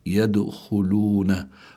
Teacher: هون الدال ساكنة وهي من حروف قطب جد، فلابد من إظهار القلقلة، لكنها ليست القلقلة هنا ليست بقوتها إذا كانت في آخر الكلمة عند الوقف.